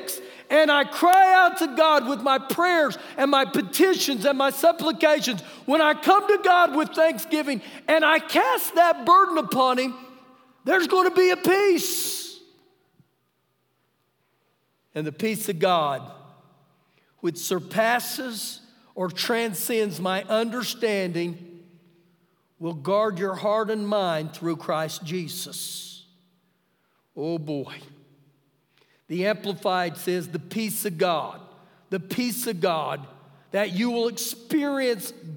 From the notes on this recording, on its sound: Ecorded live during our Wednesday night service.